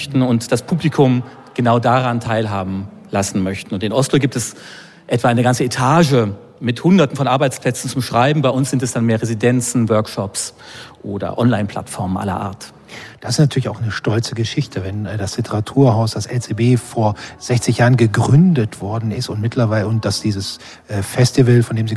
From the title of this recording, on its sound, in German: live vom Sommerfest des LCB